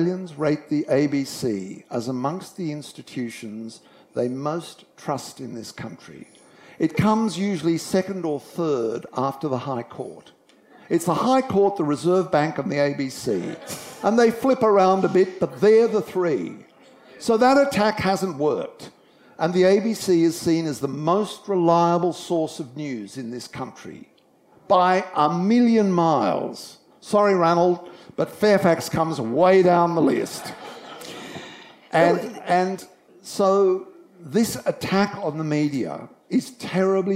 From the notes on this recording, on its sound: recorded live at Montalto Vineyard and Olive Grove